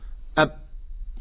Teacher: الشدة يعني روح قاطع عليها الطريق تماما زي الباء، انت بتقول اب، تقفل شفايفك صوت بروح مقطوع